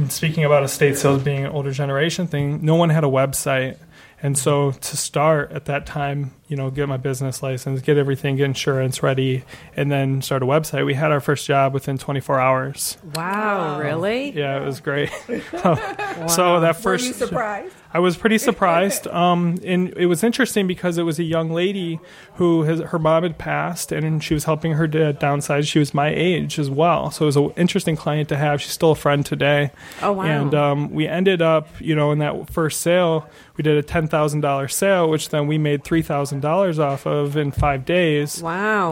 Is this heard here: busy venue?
yes